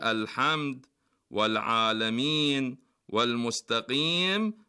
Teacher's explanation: ويجب إظهار اللام في بقية الحروف وهي الحروف القمرية، فتقول في مثل كلمة الحمد والعالمين والمستقيم بالإظهار، أي إظهار اللام